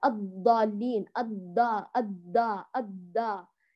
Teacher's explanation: تدفعي لسانك إلى مخرج الدال وتقرعي، هذا يحدث لك خللا في صفات الحرف ويجعله شديدا، وأيضا يجعل صوته ضعيف، تحاول تفخميه على قدر استطاعتك ما